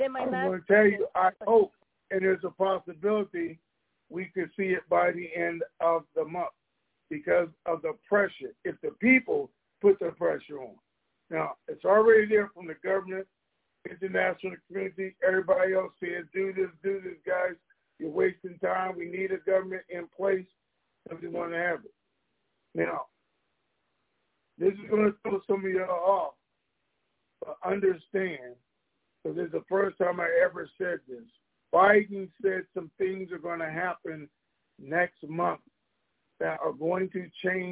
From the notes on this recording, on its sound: TNTSuperfantastic Conference Call